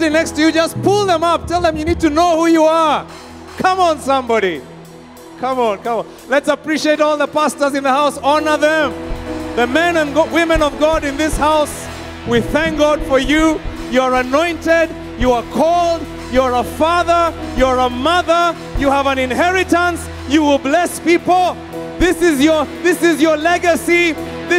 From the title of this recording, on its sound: Preached at Worship Harvest Camp, Kampala